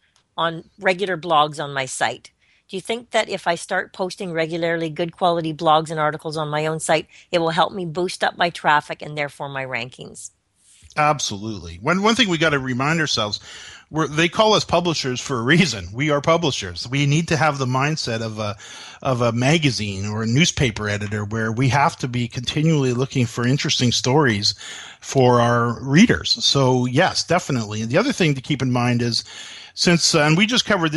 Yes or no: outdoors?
no